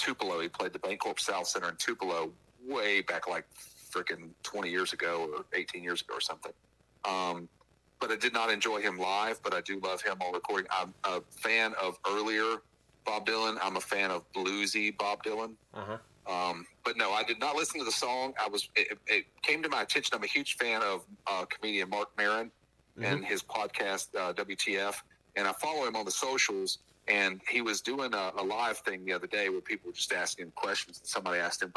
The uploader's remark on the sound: Burnt the phones lines for a quarantined version of Untapped & Vinyl. The quarantined version of having a beer with your music buddy over the phone.